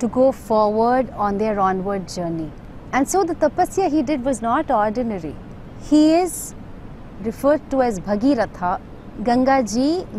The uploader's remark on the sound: recorded on her holy banks in Rishikesh